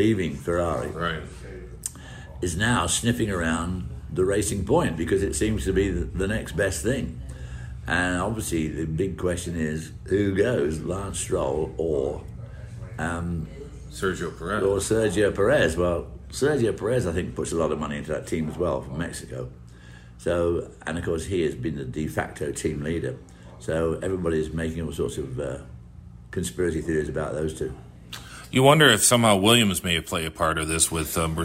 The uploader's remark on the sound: Joined live at Road America.